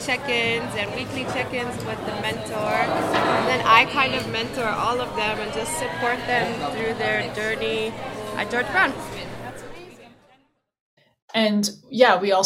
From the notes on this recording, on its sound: At the Week 3 Service Fair using recordings captured during the fair at St. James campus.